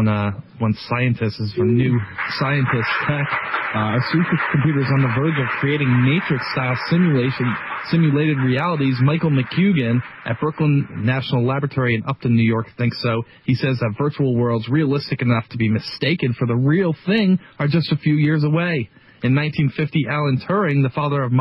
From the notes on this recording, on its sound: take your phone calls